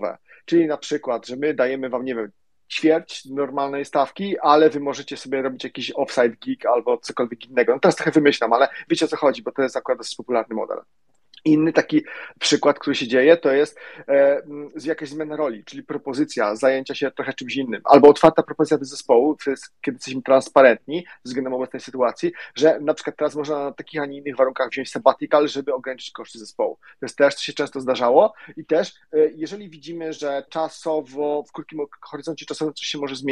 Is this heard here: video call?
yes